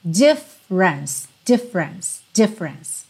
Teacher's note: A sílaba tônica é a primeira, e tanto o é do meio quanto o é final não são pronunciados. Então você vai pensar nela como tendo dois ataques de som: difference, difference.